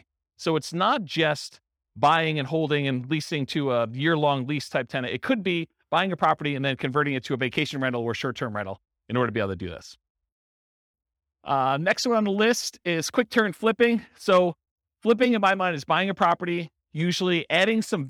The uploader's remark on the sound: This was a live class recorded